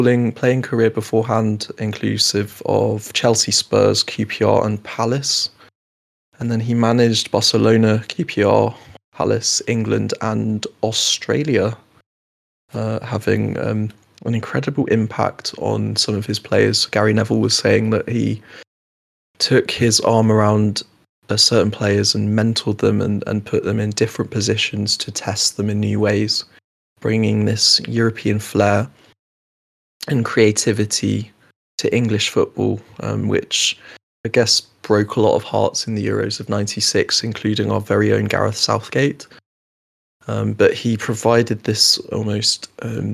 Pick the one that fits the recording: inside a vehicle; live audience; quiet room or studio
quiet room or studio